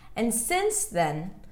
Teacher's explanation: I can make the then a little longer if I want to stress it, but it's still going to be lower in pitch. I don't want to say something like, and since then, right?